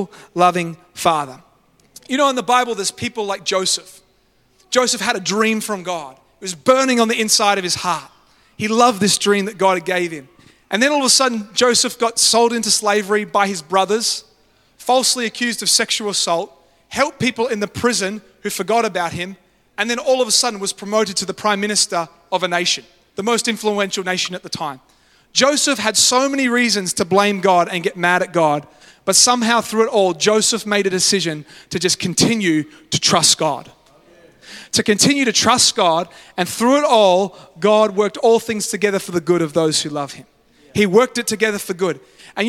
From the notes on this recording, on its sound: Live at Freshwater Church on Sunday the 22nd of October, 2023.